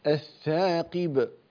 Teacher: تقف بقلقلة الباء لأنك سكنتها للوقف، فتقول الثاقب ولا تقول الثاقب ب، شوف كأنك اختلست حركة الكسر، وهي الباء ليست مكسورة.